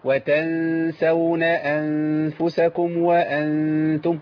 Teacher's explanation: الغنه تتبع ما بعدها، بعدها حرف مرقق الغنه ترقق. وتنسون، يبقى انا اجيب الغنه بهيئه ابتسامه، وتنسون انفسكم وانتم، هتلاقيني بجيب الغنه بايه، بابتسامه.